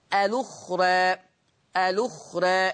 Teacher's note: الأخرى، الأخرى، هتصير لما انقل حركة الهمزة هوديها لللام، فتصير اللام مضمومة، الأخرى، الأخرى، لأنها طبعا بعد الراء ألف متطرفة فبقت مقللة قولا واحدة